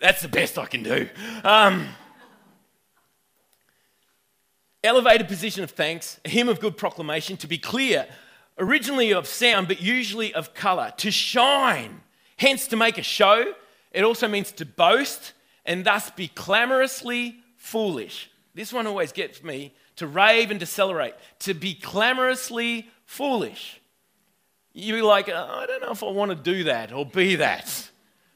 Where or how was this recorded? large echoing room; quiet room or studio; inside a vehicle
large echoing room